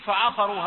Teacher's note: فعا عين رقيقه والقاف مفخمه